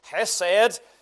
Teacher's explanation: In the Hebrew, it's a hard H, so it's sometimes spelt, you may see it in some commentaries, C-H or K-H-E-S-E-D, and I suppose in the Hebrew it may be hesed. There's a guttural H there, it's a hard H there, so it's hesed.